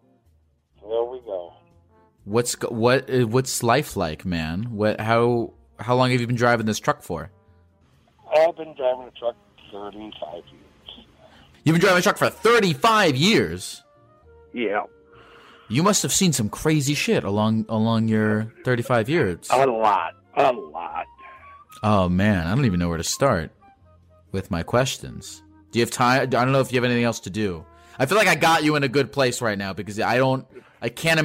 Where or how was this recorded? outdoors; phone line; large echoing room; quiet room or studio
phone line